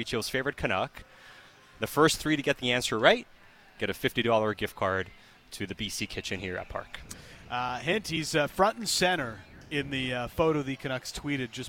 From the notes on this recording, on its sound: live from Parq Casino